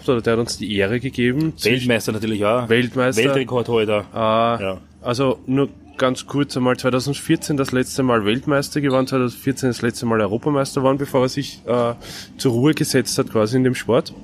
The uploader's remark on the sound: At this year's bench Europeans in Luxembourg